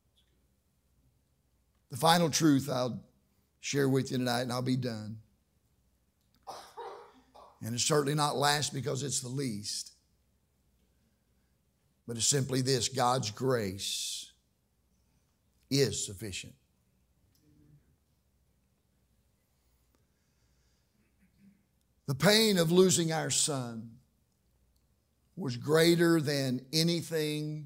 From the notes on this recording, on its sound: during the evening service